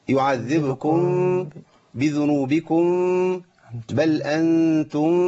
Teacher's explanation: الميم عند الباء، ده بيسمى إخفاء، إخفاء شفوي